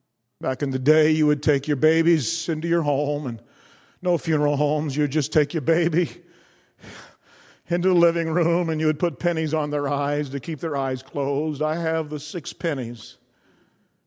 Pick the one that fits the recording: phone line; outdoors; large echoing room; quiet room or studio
large echoing room